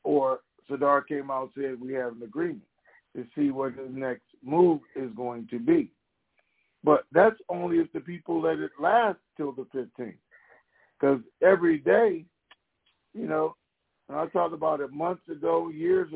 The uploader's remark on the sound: TNTSuperfantastic Conference Call